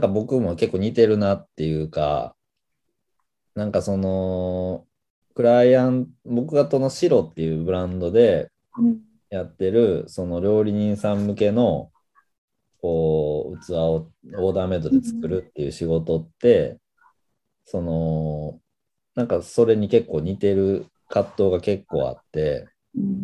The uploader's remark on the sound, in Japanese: 本編は2022年1月27日に「Zoom」を使用して収録されました